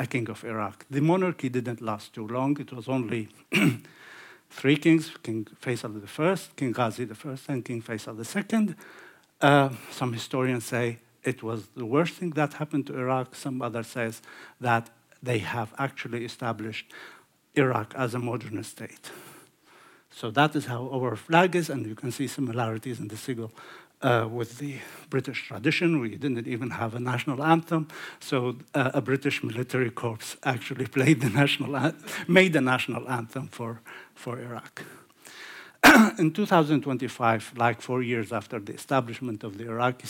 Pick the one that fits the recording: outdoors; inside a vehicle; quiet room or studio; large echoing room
large echoing room